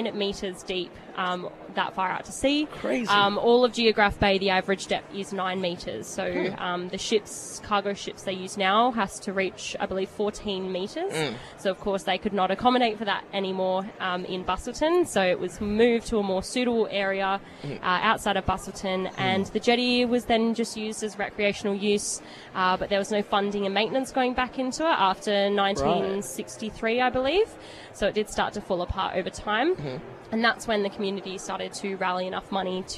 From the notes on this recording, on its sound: While we were at Skills West 2023